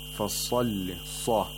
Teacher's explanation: The sad has tafkhim because it's a letter of isti'la.